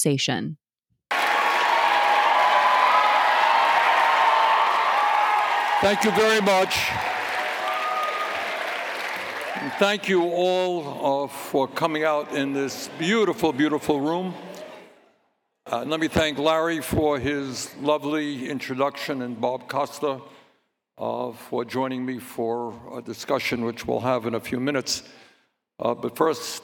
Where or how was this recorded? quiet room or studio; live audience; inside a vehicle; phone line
live audience